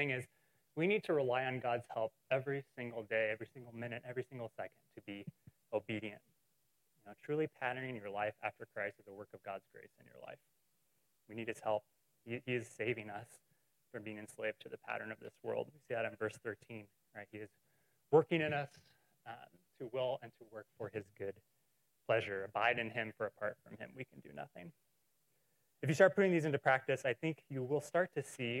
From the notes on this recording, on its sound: Recorded in SGM 101.